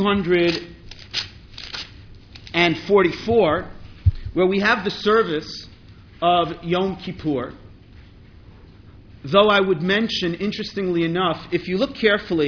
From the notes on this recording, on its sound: This Stanley Rudoff Memorial High Holidays Lecture